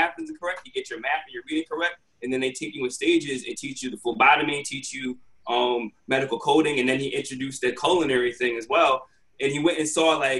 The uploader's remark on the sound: Virtual Quadcast. Sits down virtually.